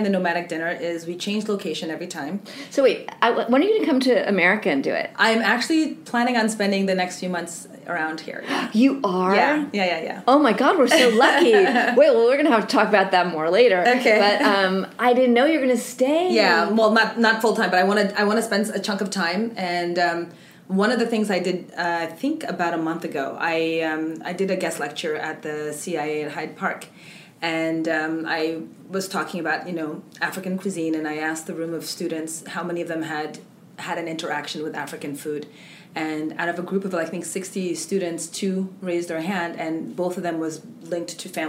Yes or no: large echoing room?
no